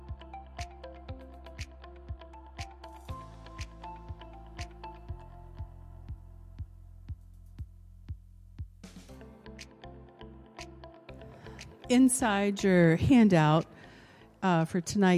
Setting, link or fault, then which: setting, large echoing room